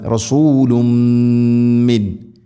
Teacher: തൻവീനിനെ മീമിലേക്ക് ഇദ്ഗാം ചെയ്ത് മണിച്ചുകൊണ്ട് ഉച്ചരിക്കണം